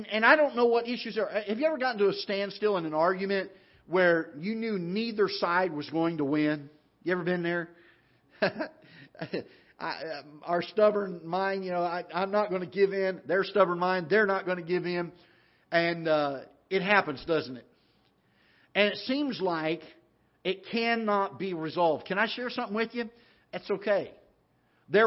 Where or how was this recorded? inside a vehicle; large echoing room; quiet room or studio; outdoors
large echoing room